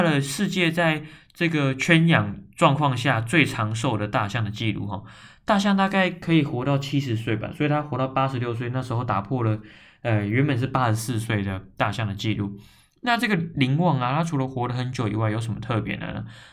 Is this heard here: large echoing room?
no